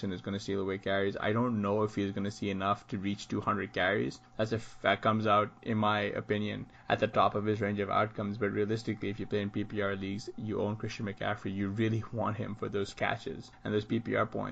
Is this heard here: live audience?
no